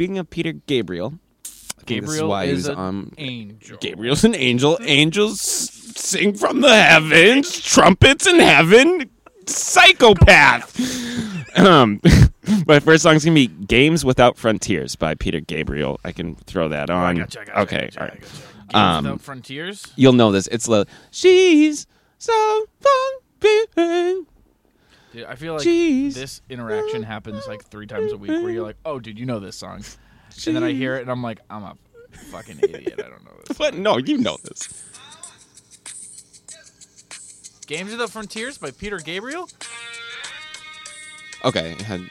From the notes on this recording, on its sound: OUTSIDE EPISODE.